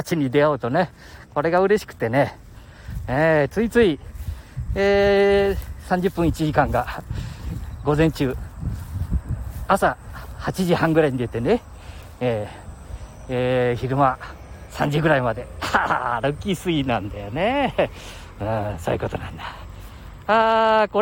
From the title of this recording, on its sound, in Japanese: 街さんぽ LIVE